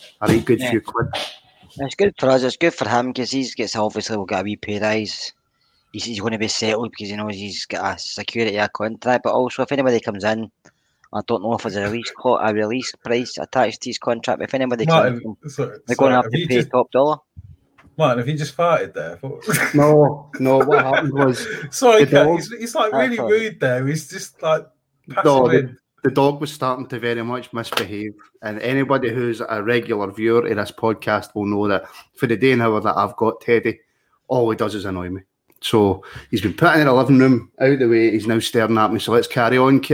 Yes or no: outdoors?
no